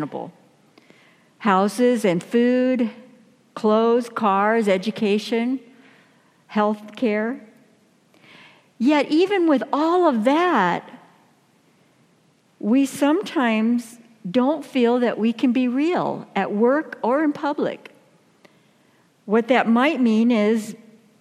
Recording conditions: large echoing room